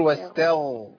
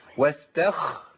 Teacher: الغين إذا مشيت فيها نفس تبقى خاء. واستخ غير واستغ.